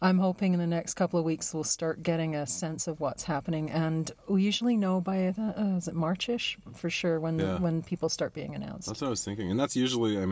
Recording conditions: inside a vehicle